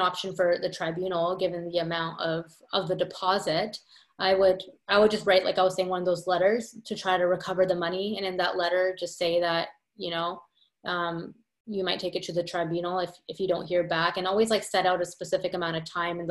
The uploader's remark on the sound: 1 Hour Q&A Webinar. Today we did a live Q&A session.